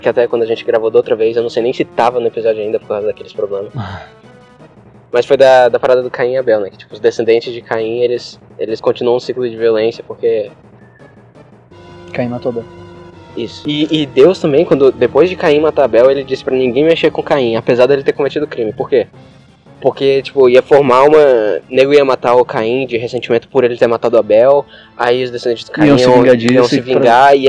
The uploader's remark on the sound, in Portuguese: O áudio não ficou tão bom porque foi gravado ao ar livre.